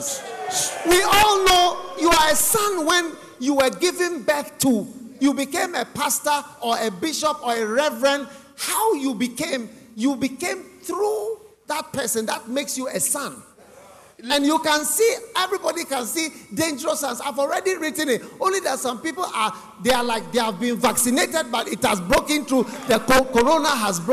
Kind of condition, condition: setting, large echoing room